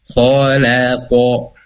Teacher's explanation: Kho-nya tebal, la tipis, khof tipis.